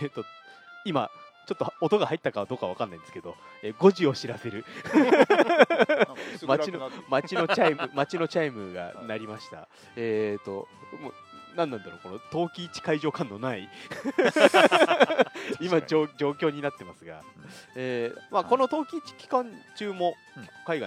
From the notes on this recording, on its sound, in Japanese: 秋の陶器市真っただ中のテント村「古窯いわした広場」から